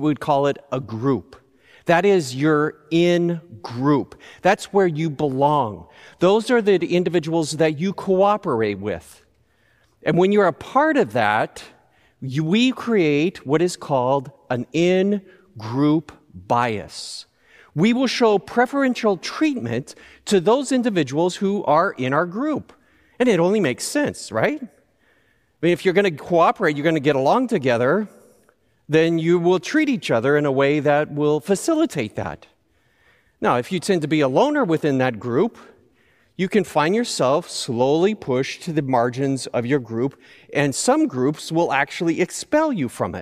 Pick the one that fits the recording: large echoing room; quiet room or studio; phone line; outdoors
large echoing room